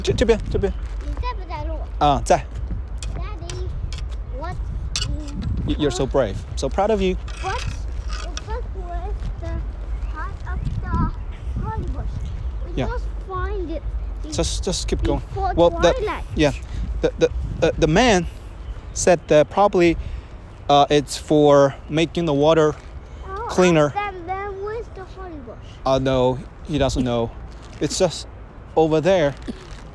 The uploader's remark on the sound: Another "walk and talk" episode recorded in Suzhou Central Park.